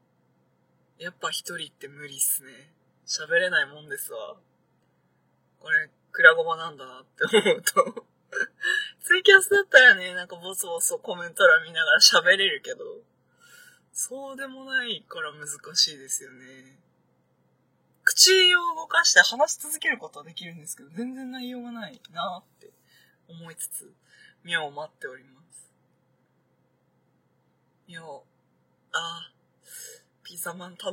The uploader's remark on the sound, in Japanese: 車の中第2弾。ドライブな2人をお届けします。